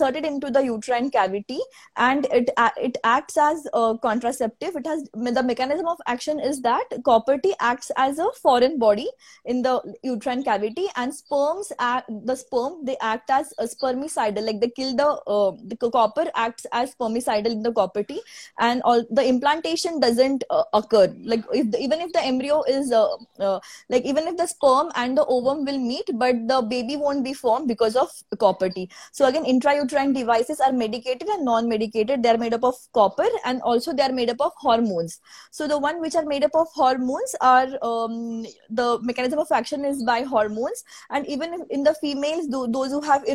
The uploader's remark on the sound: an audio version of our Instagram live session